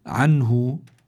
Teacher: معناه لابد من إخراجها، إخراج النون الساكنة من مخرجها من غير غنة، إخراج النون الساكنة من مخرجها من غير غنة بسبب أنه أتى بعدها حرف من حروف الحلق وهي حروف الإظهار.